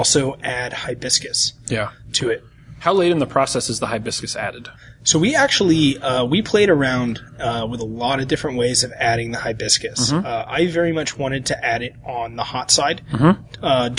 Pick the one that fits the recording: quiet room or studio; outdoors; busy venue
busy venue